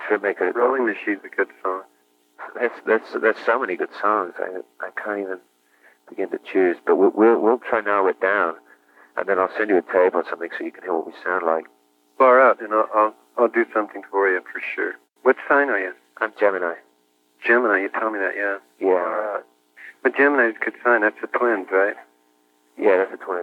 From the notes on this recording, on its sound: An extraordinary 1983 phone interview. His tapes of his phone conversations.